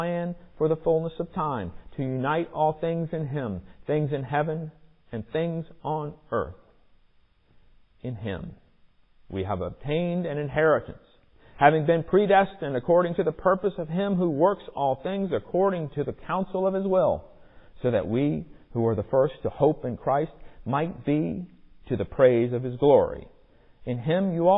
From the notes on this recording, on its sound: Recorded in the sanctuary of MPPC